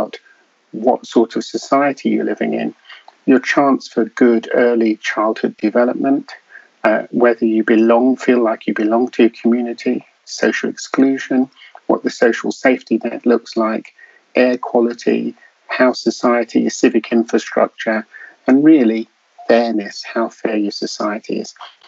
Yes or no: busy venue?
no